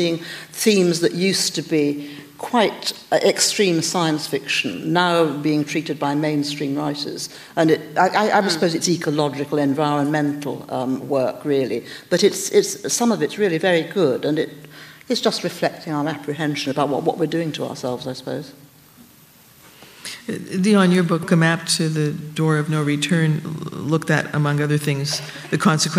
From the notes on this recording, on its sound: An encore presentation of Writers & Company's 20th anniversary special. Onstage at the Toronto International Festival of Authors in 2010.